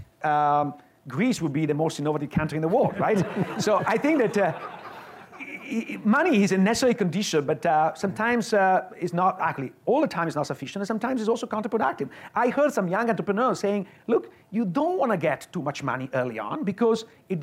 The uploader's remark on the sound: Live at Mason